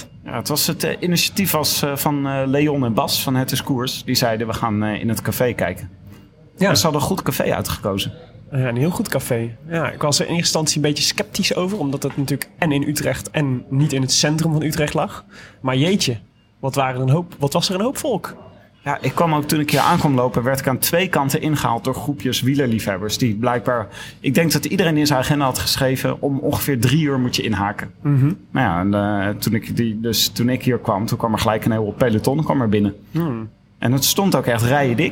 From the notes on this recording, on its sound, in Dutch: live vanuit Brewpub de Kromme Haring in Utrecht